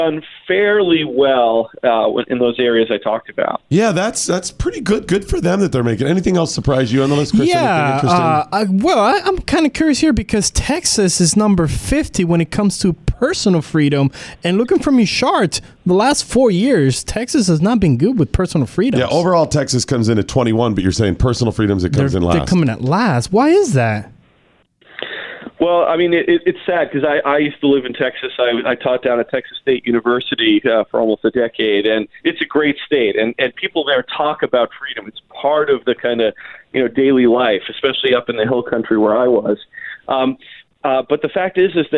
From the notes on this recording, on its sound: joins the show by phone